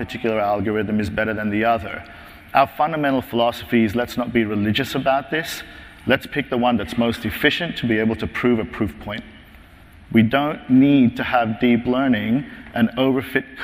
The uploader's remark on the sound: In this podcast, first presented at the 9th annual DPharm: Disruptive Innovations conference